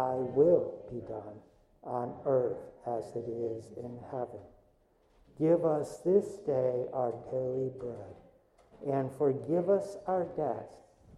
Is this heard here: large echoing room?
yes